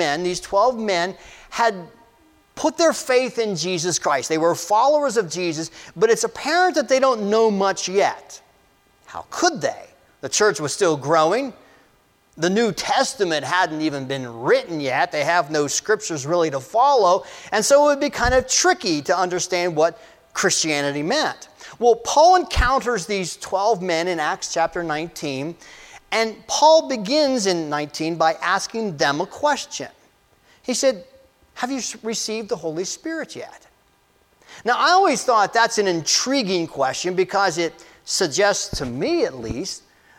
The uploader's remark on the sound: This message was delivered on January 07, 2024 at Amity UCC Church in Meyersdale, PA.